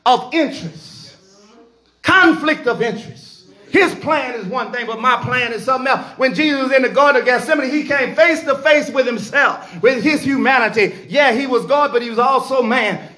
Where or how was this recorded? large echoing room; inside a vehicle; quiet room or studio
large echoing room